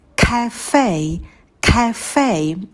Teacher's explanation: Звук ф мы немножко вытягиваем, и в конце будет дифтонг эй.